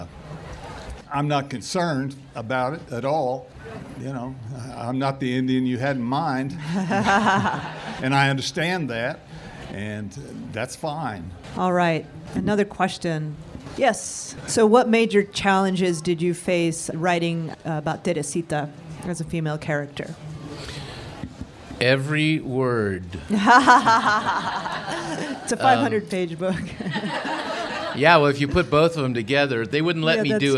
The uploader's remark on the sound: A session from the 2019 Festival of Books curated by Pima County Public Library’s Nuestras Raices.